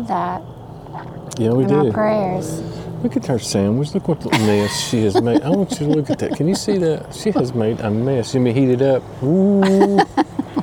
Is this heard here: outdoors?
yes